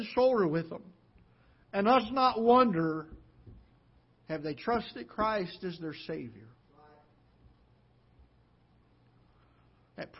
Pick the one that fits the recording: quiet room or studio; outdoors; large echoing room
large echoing room